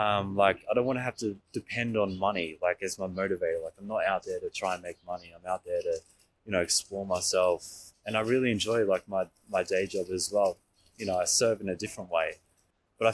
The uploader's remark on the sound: Interview recorded on August 19, 2023 (Flinders Lane, Melbourne Central Business District)